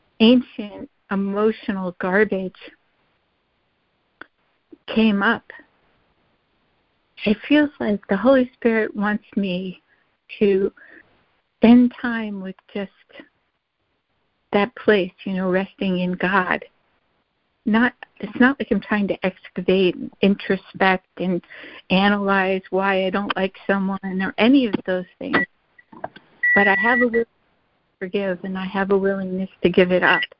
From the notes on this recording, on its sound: ACIM Daily Conference Call.